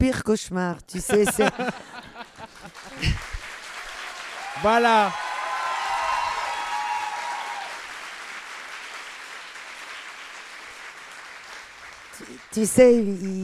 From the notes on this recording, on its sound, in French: Enregistré Absolument Fabuleuses en public. Pour ce dernier épisode live.